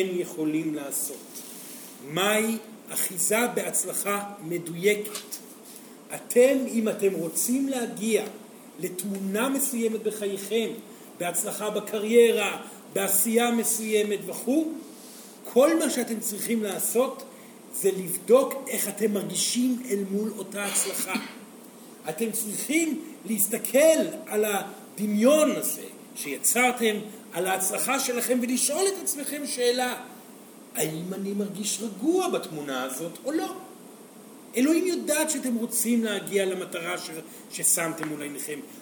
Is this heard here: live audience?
yes